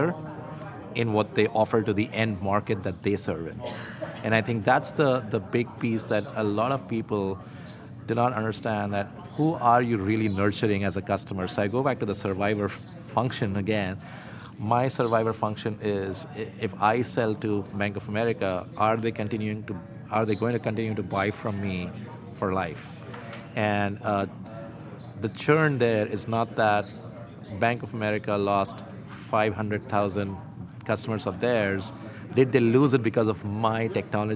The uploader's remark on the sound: Live from Money 20/20